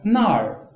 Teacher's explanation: 就是那这个字读到尾音的时候，直接就卷起来，那儿就卷起来了，不把呃给发出来 · Term: 儿化